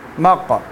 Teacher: اگر اس میں دھماکے سے آواز ہے تو قاف بن جاتا ہے